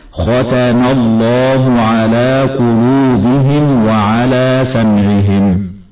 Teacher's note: ومن الخطأ أيضا تفخيم التاء تبعا لتفخيم الخاء قبلها، أو تفخيم الميم تبعا لتفخيم لام لفظ الجلالة بعدها، فيقرأ بعضهم خطأ هكذا: ختم الله على قلوبهم. والصواب تفخيم الخاء وترقيق التاء والميم